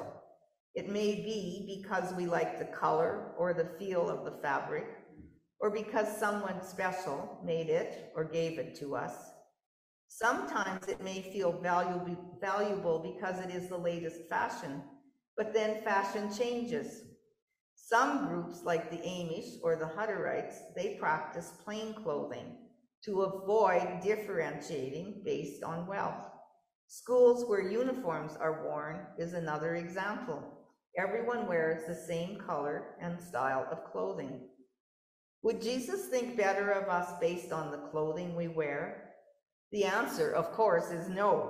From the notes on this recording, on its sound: Gave this sermon in person and via Zoom. In Knox United Church, Lanigan.